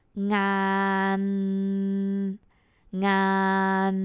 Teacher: The sound come out of the nose and can keep going as long as your breath can go · Term: sonorant